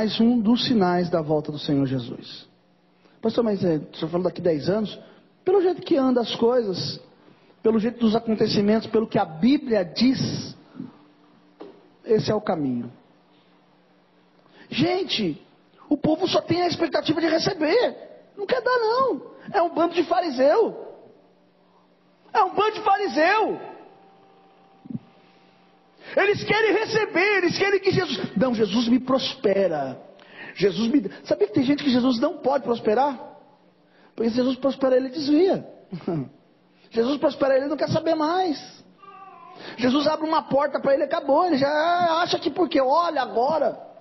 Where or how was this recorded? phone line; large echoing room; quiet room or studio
large echoing room